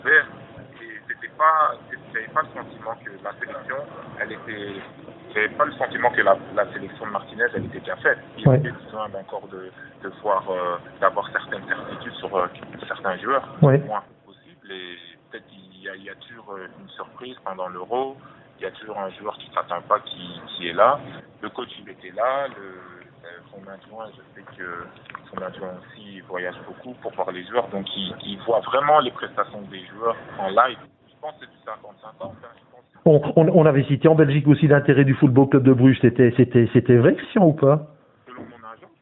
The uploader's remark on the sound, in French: Attention, la qualité de la liaison n'était pas la plus optimale. Toutes nos excuses pour la qualité du son.